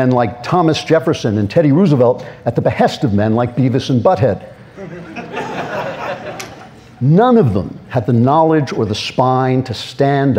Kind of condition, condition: setting, live audience